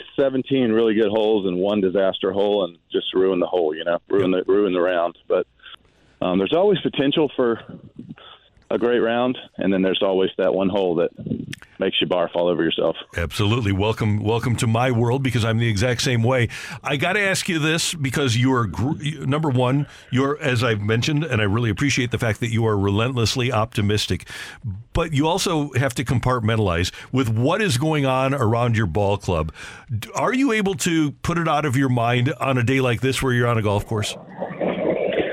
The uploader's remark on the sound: live a course in Texas